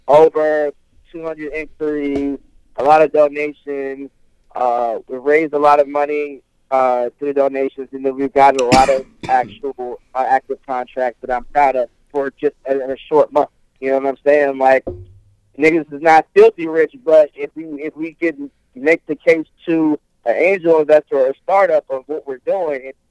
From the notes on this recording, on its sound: on the phone